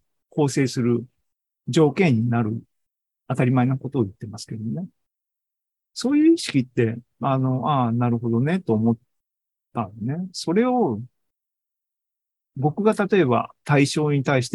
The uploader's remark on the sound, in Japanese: ZOOMライブの模様です